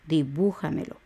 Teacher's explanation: el acento va en la U o el tilde va en la U. Dibújamelo.